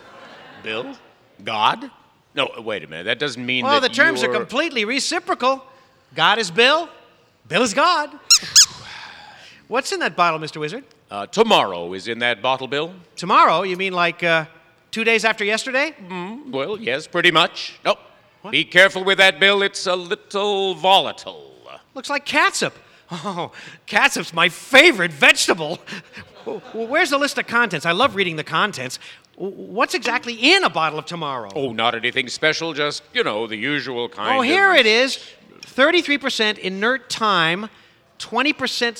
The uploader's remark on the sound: Recorded before a live audience.